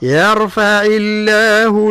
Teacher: ثم لكن ملاحظة أخرى مهمة، الياء حاذت حرف الراء وهي ساكنة وما قبلها مفتوح، الراء مفخمة لكن حذاري من تفخيم الياء